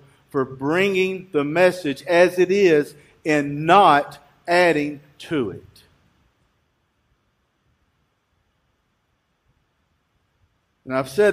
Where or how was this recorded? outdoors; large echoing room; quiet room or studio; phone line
large echoing room